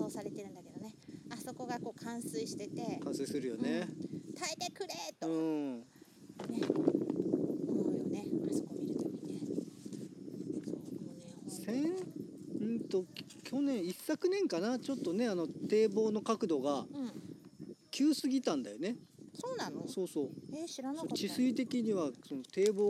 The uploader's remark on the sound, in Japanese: 2本目となる四方山バナシは初の野外収録。まだ蝉の声が鳴り響く中、コーヒー片手に。収録場所／ 石井樋公園 （さが水ものがたり館）。